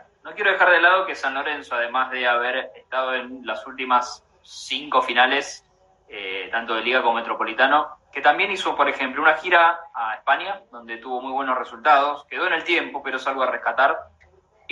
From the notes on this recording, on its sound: VIA INSTAGRAM LIVE